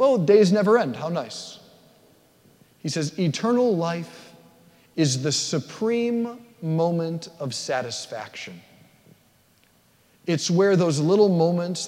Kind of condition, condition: setting, large echoing room